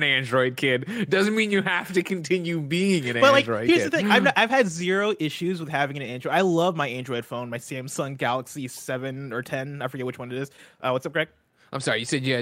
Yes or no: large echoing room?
no